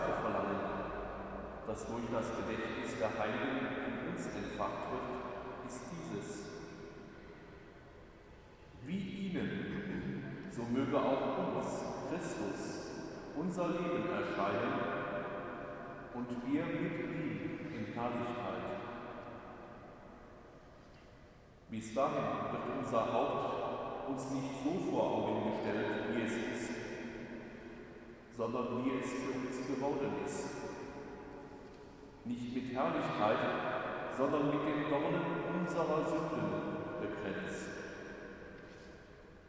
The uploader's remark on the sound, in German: In Episode 4 hören sie einen Audiomittschnitt der Allerheiligenvigil. Laurentius.